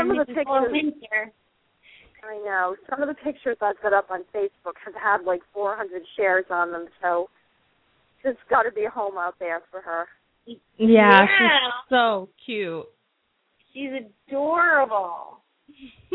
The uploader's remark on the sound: open up the lines for listeners to call